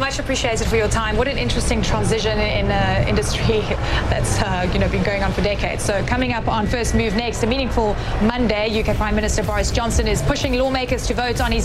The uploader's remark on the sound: live from outside the Houses of Parliament